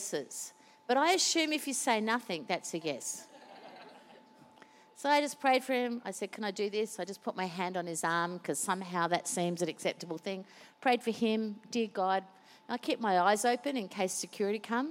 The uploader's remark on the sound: Recorded during our 5pm service